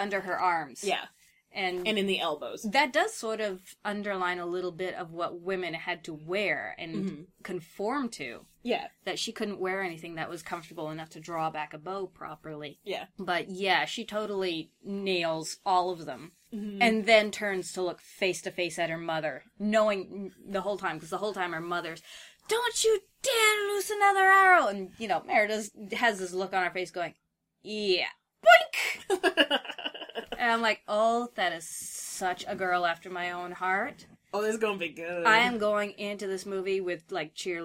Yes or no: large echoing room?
no